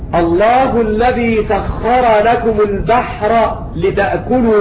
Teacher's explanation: فالراء لا تضغم في اللام لأنها مفتوحة بعد ساكن